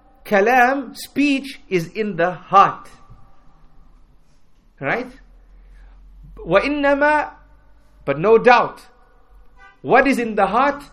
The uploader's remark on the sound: at Masjid Humayra, in East London During the Keys to Success Lecture tour, December 2018